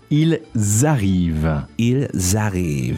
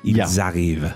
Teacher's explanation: you have to make the liaison in between the Z sound